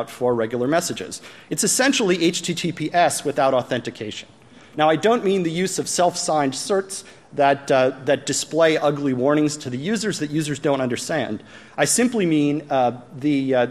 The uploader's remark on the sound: plenary session from AusCERT 2014